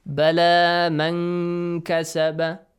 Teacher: Make sure you do the ikhfa, but the ikhfa must be kind of clear that there is the letter kaf coming after nun sakin